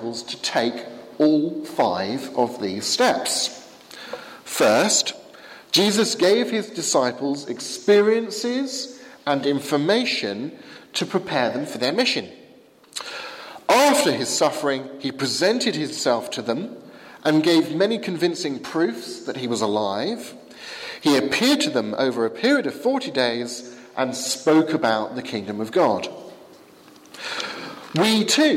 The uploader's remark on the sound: given at the 11 am service at Highfield Church, Southampton, 1st May 2016